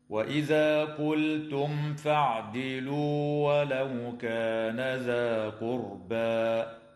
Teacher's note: اللام في كلمة قلتم تسمى بلام الفعل، وحكمها هنا الإظهار، وتظهر الميم الساكنة عند الفاء في قوله تعالى قلتم فاعدلوا، ويجوز الوقف على قوله تعالى ذا قربى من قبيل الوقف الجائز، هكذا: وإذا قلتم فاعدلوا ولو كان ذا قربى.